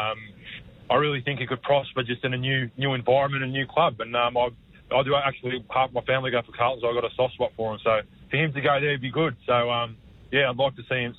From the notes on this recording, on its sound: opens the phone lines in this edition, with plenty of calls